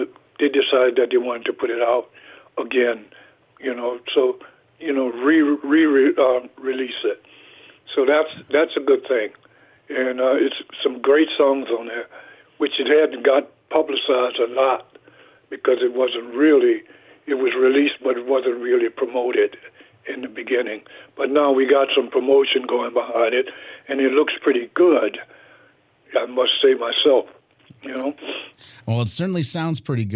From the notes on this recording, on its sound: hopped on the phone